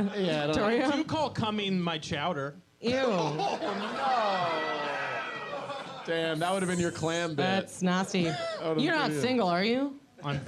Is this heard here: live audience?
yes